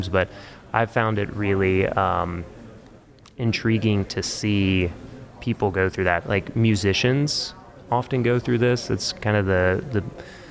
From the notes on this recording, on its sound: At the Craft + Commerce Conference in Boise, ID. At the conference.